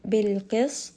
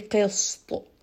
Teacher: So don't allow that sad, that seen to become a sad. Make sure that qaf is heavy, but seen is light, and then ta is heavy again. · Shown in: first take · This is a little bit difficult because the seen and the ta both have sukun.